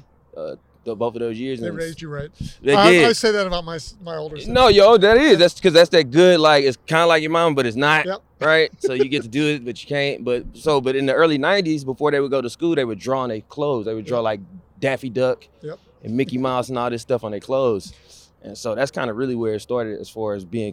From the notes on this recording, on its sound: This episode is recorded out in phoenix during super week during their incredible smocks and jocks event!